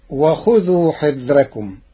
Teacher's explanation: قرأ ورش كلمة حذركم بترقيق الراء لوجود كسر قبلها غير منفصل عنها بحرف الاستعلاء فتصير وخذوا حذركم.